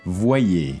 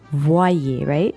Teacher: It sounds like you have a W in there almost, like wa.